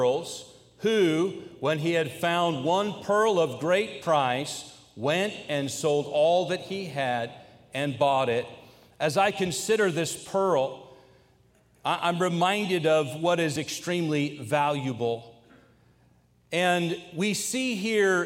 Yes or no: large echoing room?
yes